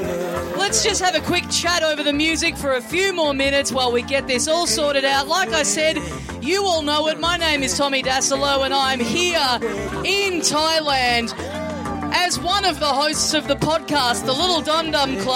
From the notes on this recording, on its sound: Enjoy the soothing sounds of waves in the background as you hear us battle our way through more incompetent tech work at the start of the show. SYDNEY! Big live podcast and stand-up show.